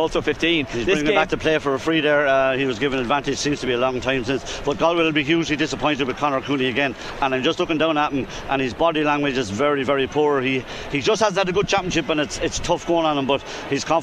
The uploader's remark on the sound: as broadcast live from Croke Park